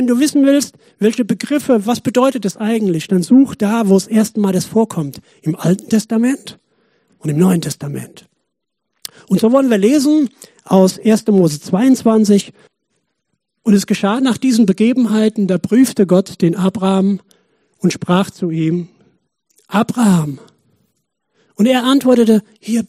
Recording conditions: large echoing room